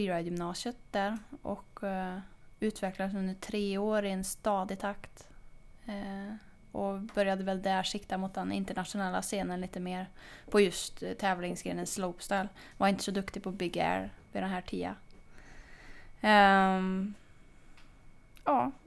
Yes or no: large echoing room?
no